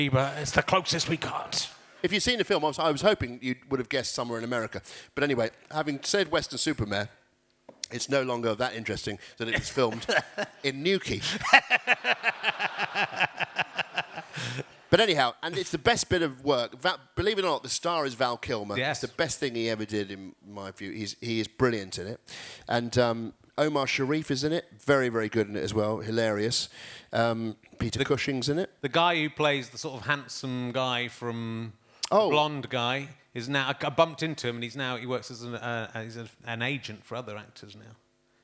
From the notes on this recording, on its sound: special interviews from the Bristol Slapstick Festival